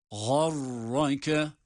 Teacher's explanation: gayin ve ra, her ikisi de kalın